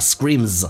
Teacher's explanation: Screams 后面加 s 发 z 这个发音，但不要读得太严重，因为它是一个后面结尾的一个辅音，所以你不用把它读得那么 screams，no，screams，有时候你根本分不清它